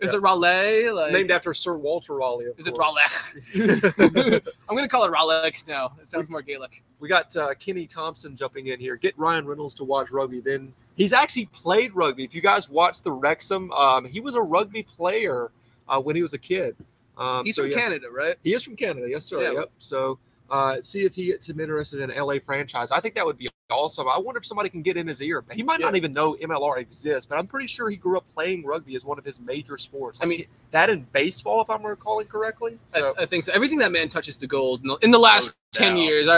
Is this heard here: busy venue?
yes